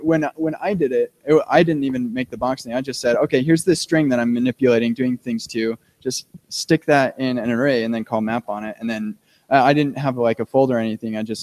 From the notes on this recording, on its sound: We'll be live and on-site at React Rally. JavaScriptAir is the live broadcast podcast.